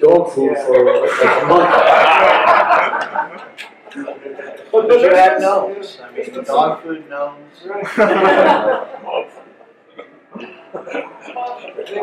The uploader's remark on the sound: Live from the NY Fest for … Fans. In the Palisades Ballroom at the Hyatt Regency on the Hudson in Jersey City, NJ, Talk More Talk revisits the year 1973 in front of a live audience.